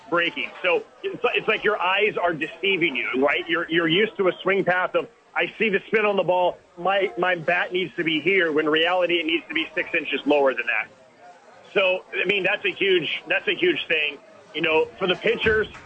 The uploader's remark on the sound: live from Top Golf for YMCA Charity Event